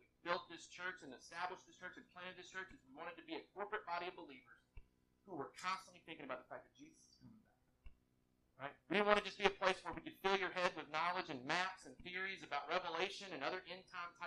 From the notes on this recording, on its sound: WE APOLOGIZE FOR THIS PODCAST'S POOR AUDIO. WE ARE ACTIVELY WORKING TO CORRECT THE ISSUE.